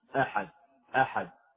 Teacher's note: بالنسبة للهمزة يجب أن تكون من أقصى الحلق مرققة، أحد، أحد، ولا ينبغي أن تخرج شديدة مجهورة منفتحة.